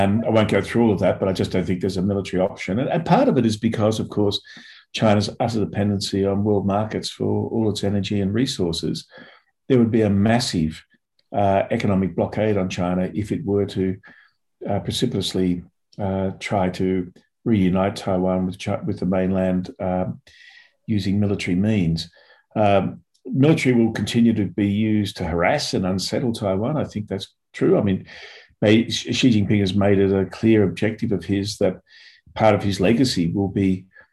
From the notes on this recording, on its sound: A La Trobe Asia 'China in Focus' seminar, held in front of a zoom audience.